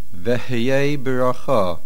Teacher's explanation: Make sure we hear the hey. Don't just say Ve'ye. Either Ve'heye or Ve'heye, a Shvana or a Shvanach, there are two Shitai, so just make sure that we hear the hey either way.